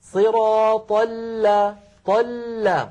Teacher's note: اللام الأولى ساكنة فهي بحاجة إلى جريان ضئيل في الصوت